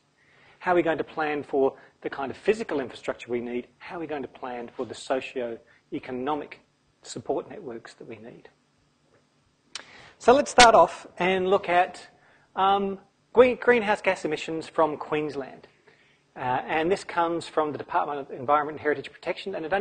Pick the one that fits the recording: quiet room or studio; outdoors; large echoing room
large echoing room